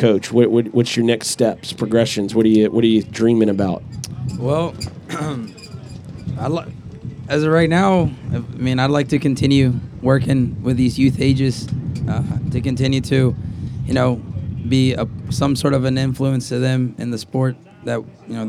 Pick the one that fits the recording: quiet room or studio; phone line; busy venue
busy venue